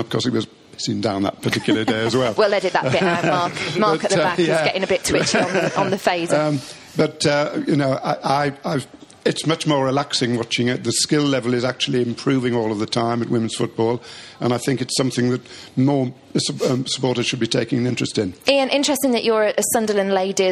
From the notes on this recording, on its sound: Recorded at the Hope and Anchor in Covent Garden on 2nd June. As well as an audience of fans.